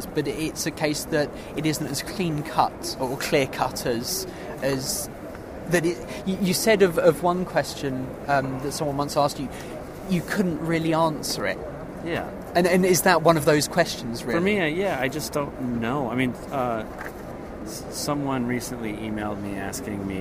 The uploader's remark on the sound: a couple of conversations recorded earlier in the year at the Photography Show